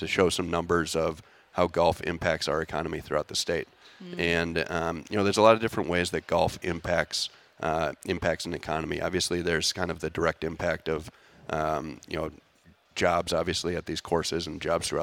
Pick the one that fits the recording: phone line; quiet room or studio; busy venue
busy venue